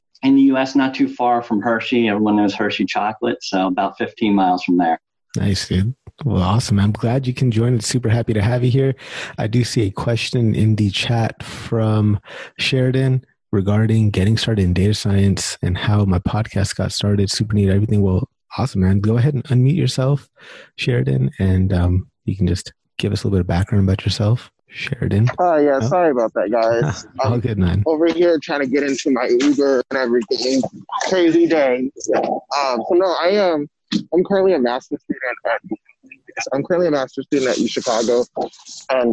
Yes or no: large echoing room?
no